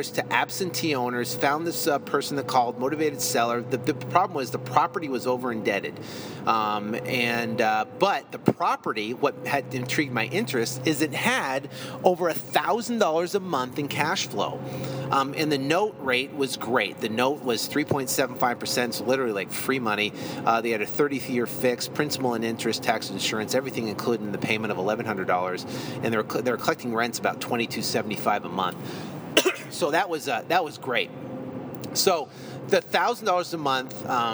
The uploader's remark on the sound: In this episode I’m recording from my car coming back from opening escrow on a deal were working on right now.